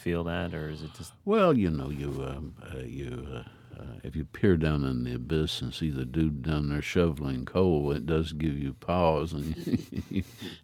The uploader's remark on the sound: StoryCorps Interview. Outside of the American Folklife Center at the Library of Congress, May 24, 2005. Was conducted as part of the StoryCorps collection project.